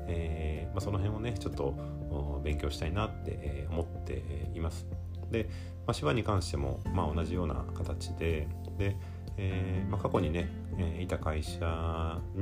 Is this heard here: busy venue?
no